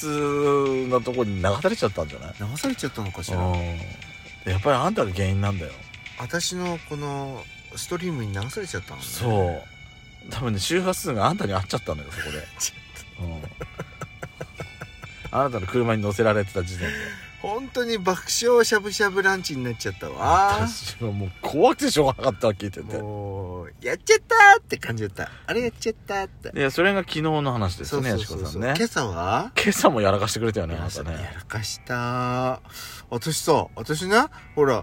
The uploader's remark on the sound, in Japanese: パーキング収録